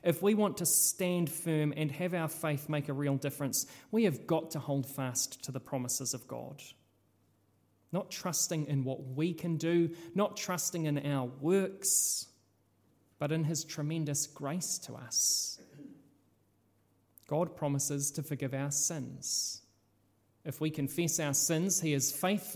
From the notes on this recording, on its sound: This sermon was originally preached at Holy Trinity in Richmond.